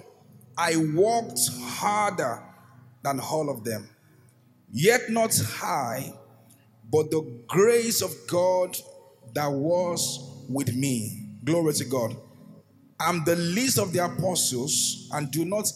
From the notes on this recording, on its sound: an inspiring sermon from Gracemade Christian Center's first-ever Grace Conference